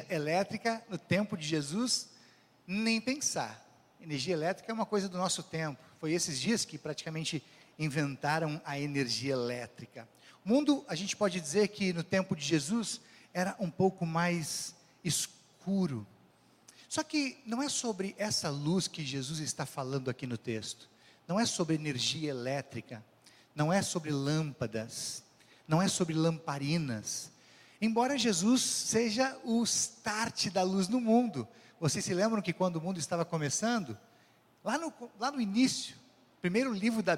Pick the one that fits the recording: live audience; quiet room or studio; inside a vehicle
live audience